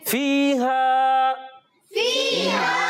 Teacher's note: ماشاءاللہ پیارے بچوں، یہاں یا مدہ اور الف مدہ دو مدہ ہیں، یعنی یا مدہ کو بھی ایک الف کھینچ کر ادا کریں گے اور الف مدہ کو بھی ایک الف کھینچ کر ادا کریں گے